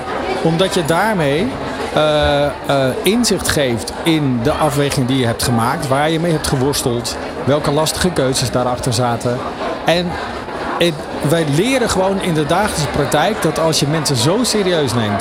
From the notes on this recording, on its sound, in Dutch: New Business Radio deed live-verslag vanaf C-day23 in Spant! Vond C-day23 plaats in Theater Spant! Deed gedurende de dag op verschillende momenten live-verslag van dit event.